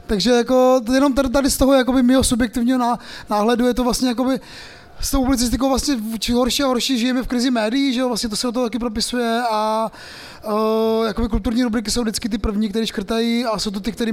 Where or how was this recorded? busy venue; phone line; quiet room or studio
busy venue